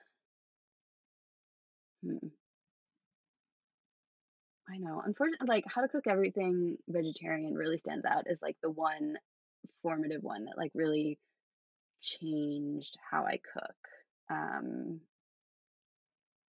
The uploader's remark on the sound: This was the second to last of my interviews done with poor internet, so please excuse any audio glitches.